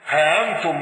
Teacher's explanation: قالون بقصر المنفصل وتسهيل همز. ها أنتم مع القصر وسكون ميم الجر.